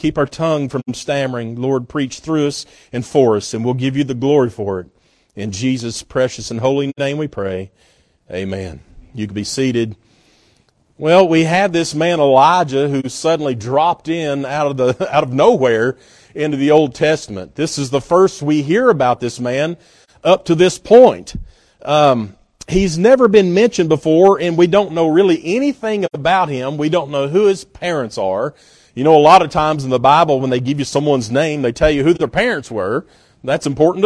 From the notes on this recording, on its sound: at Northside Baptist Church-in Knoxville, TN